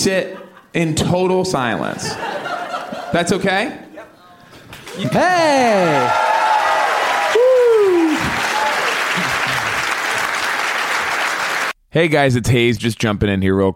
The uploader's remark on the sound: Live from Onionfest. Doing a live show in Chicago City.